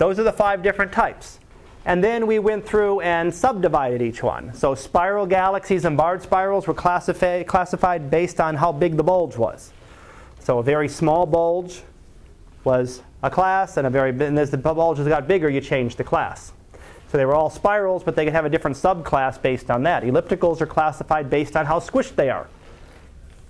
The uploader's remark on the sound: Live Class Lecture